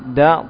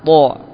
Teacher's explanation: Itu makhorjnya sama, ujung lidah dengan gusi gigi atas.